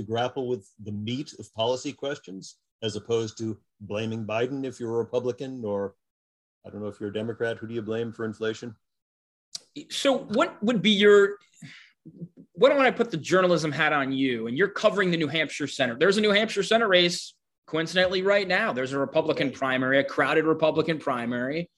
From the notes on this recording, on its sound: jumped on a Zoom